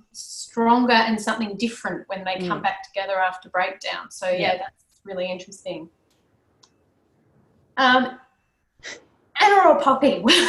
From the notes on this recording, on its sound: Live Recording: A LoveOzYA All Stars panel. This is a live recording of an online event hosted via Zoom during the Covid-19 crisis.